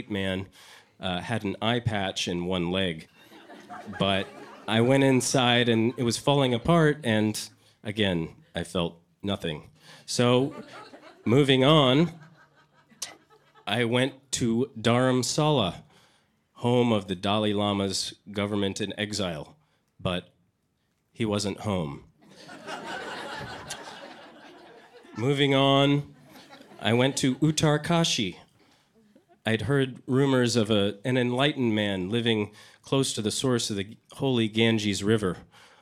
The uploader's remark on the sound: The second installment of the Worth Repeating live event features the last of the stories with the theme, Elevated.